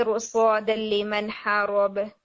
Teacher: سورۃ التوبہ میں بھی ایک ورڈ آتا ہے ارصاد لمن حارب، وہاں پر بھی ارصاد یعنی صاد کی وجہ سے را جو ہے وہ ہیوی ہو رہا ہوتا ہے